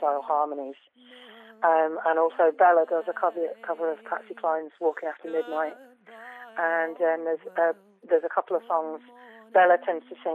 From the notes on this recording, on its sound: We spoke on the phone